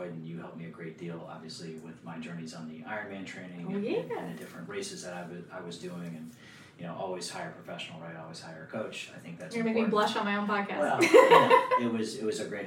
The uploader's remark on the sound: We had some technical difficulties during the recording, so if the audio is a little low, I apologize. We tried our best to fix it and raise the volume for publication.